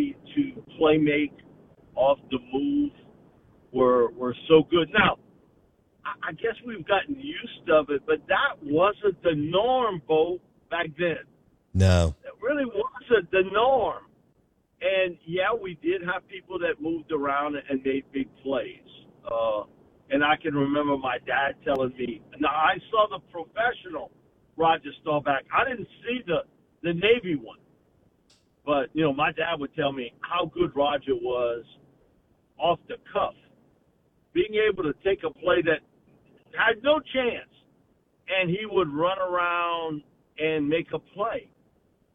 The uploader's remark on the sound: joins the show live on the Farm Bureau guest line